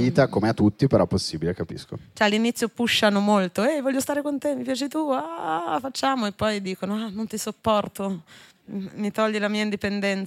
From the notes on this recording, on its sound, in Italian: In questa puntata LIVE da enoteca/naturale